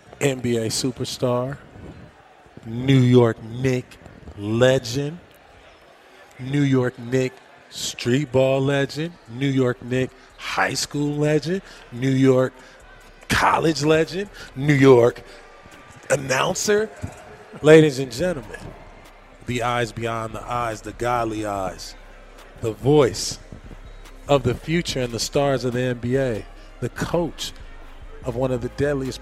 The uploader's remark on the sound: Recorded at Summer League